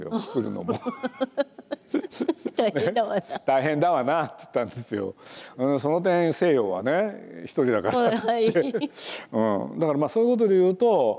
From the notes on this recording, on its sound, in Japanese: 東京国際フォーラムで行われた、第70回全国幼児教育研究大会東京大会のスペシャルトーク